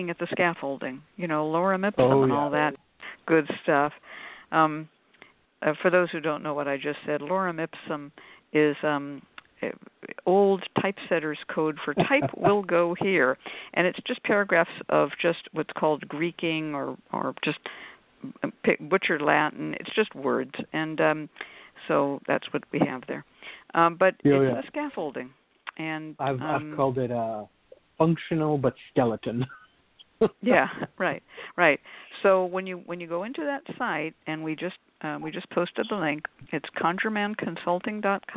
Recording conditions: phone line